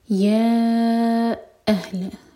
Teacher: آیہ نمبر 70، یا اہل، یا الگ ورڈ اور اہل الگ، یا مد منفصل ہے چار حرکہ لمبا، اس کے بعد کٹ آف ساؤنڈ.